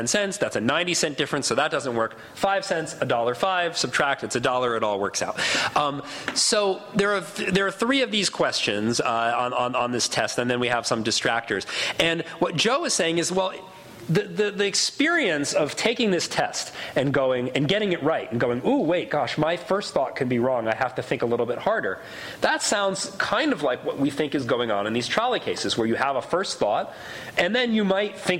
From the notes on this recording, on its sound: Recording of a lecture delivered on November 11, 2011. As part of the Formal Lecture Series.